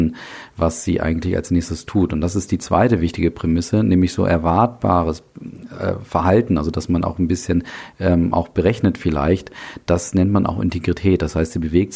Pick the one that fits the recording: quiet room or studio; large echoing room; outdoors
quiet room or studio